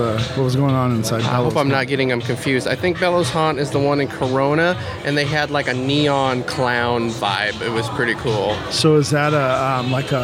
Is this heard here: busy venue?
yes